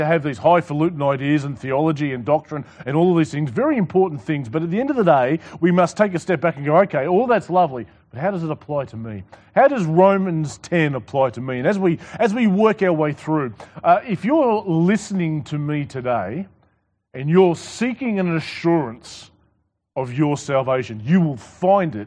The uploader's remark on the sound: This sermon was preached to the Rock Christian Church